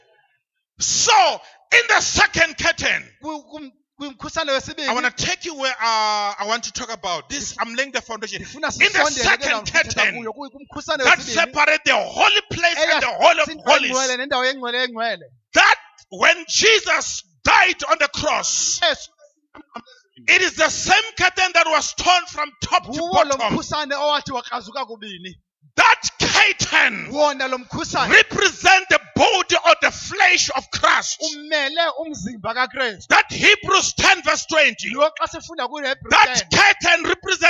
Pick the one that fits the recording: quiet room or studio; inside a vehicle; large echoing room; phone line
large echoing room